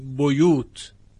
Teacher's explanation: در روایت حفص از عاصم و بسیار از قرائت های دیگر با باء مضموم خوانده شده، بیوت، بایی که دارای ضمه هست، بیوت.